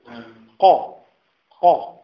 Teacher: عند اللهات هذه يوجد أقصى الحلق، أقصى اللسان، وهناك يخرج القاف